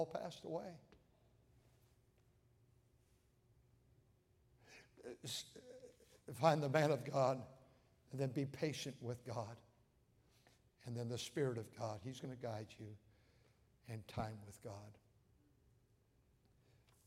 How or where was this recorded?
large echoing room